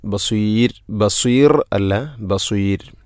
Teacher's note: ബസീർ എന്നത് മദ് ഇഅറദുൽ സുക്കൂൻ, അതുപോലെ റായിനെ തർഖീഖാണ് ചെയ്യേണ്ടത്.